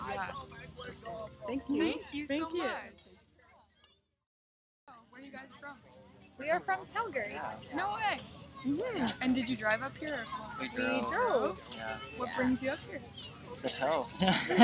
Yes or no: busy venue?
yes